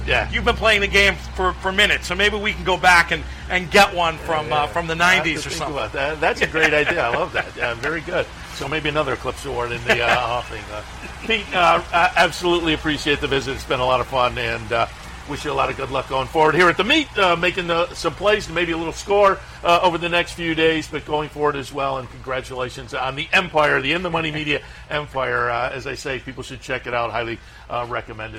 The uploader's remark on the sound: live from Saratoga Race Course